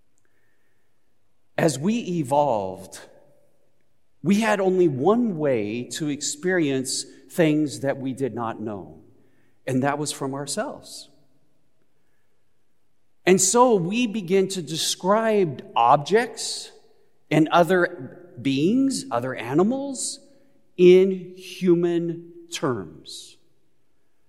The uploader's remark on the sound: Recorded live at Beatitudes Church in Phoenix, AZ